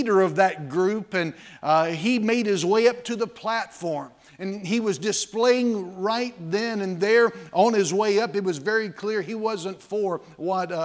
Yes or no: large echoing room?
yes